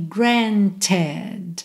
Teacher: Quando o verbo regular termina com T ou D, esse E vai ser pronunciado.